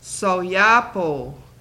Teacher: O, long O sounds like the O in O, tone. Long O doesn't glide into a W.